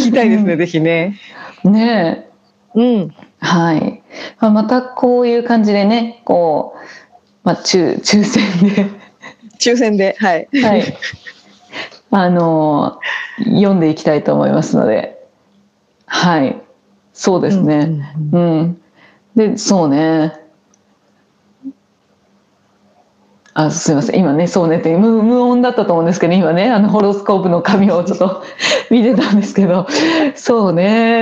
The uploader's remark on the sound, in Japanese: リモート収録での音声ですのでところどころお聞きづらいところもあるかもしれませんが